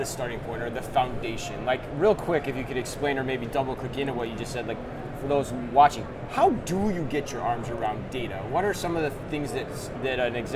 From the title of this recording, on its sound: Live From NRF 2024